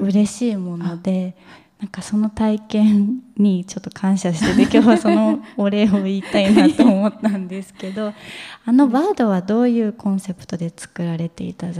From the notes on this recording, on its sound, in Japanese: 公開対談。公開収録が行われた６月下旬の東京・青山にあるスパイラルで。